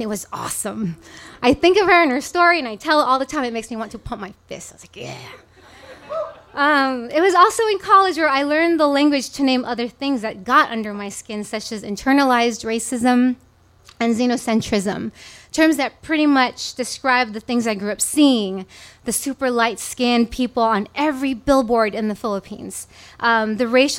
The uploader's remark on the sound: This story was recorded live on 14 November 2017 at Tiger!